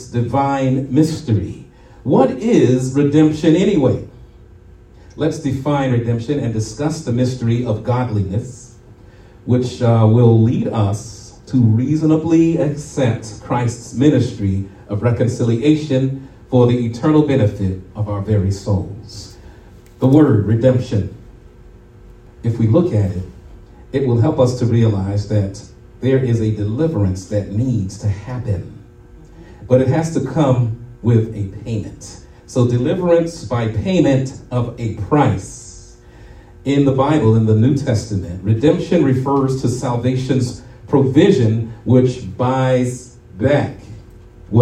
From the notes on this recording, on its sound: shared this message live at RACC on Resurrection Sunday morning